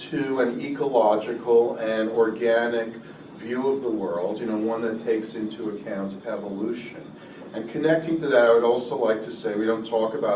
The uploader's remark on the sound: A panel at the MEA annual conference in June 2017. At the 18th annual conference of the Media Ecology Association.